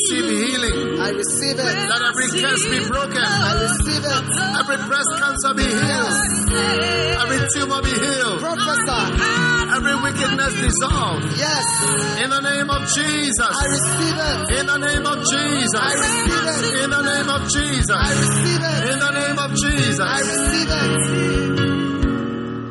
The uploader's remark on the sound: Preached at the First Love Center, Accra.